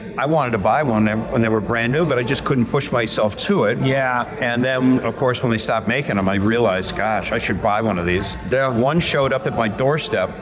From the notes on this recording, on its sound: Live from the Chattanooga Motorcar festival